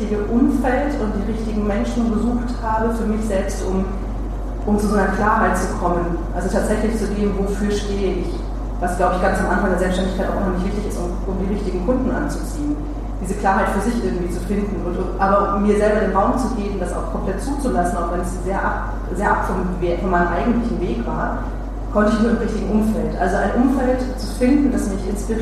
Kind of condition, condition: setting, live audience